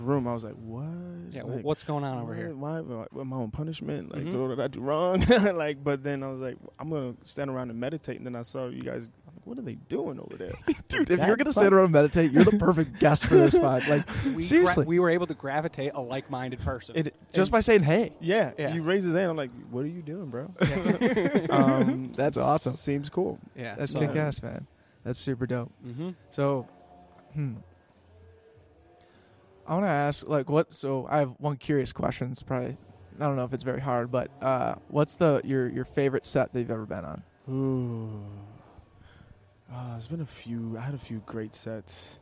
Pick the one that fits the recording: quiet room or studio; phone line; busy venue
busy venue